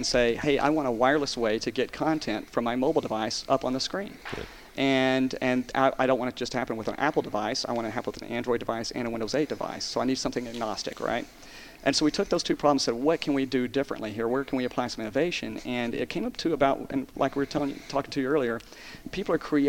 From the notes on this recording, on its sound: our conversation from the InfoComm 2013 floor (well, close enough tot the floor)